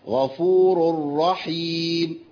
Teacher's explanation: خد بالك الراء عندي راء مفخمه، غفور يبقى راء مفخمه لانها مضمومه